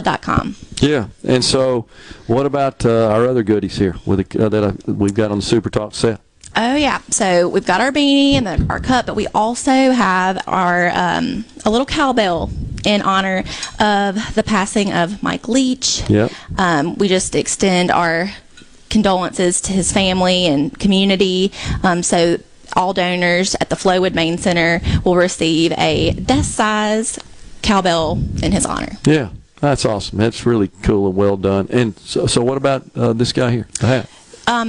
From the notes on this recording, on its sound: MidDays is LIVE from Mississippi Blood Services in Flowood asking for you to stop by and donate the gift of life.